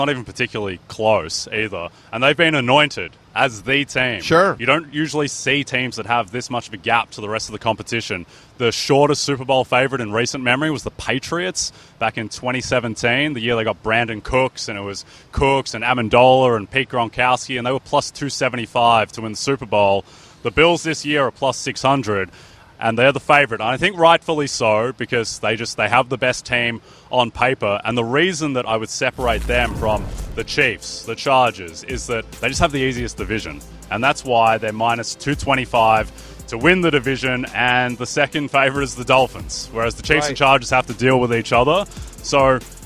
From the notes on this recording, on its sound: Live from SoFi Stadium in Los Angeles